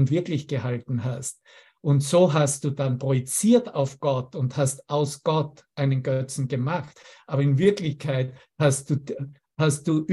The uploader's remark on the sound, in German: Zoom-Session. Veranstaltet von der Aleph Akademie.